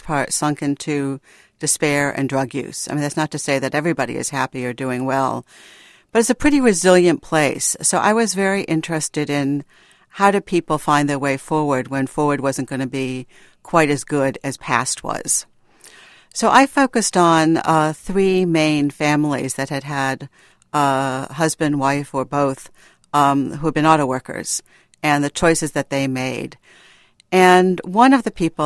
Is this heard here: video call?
no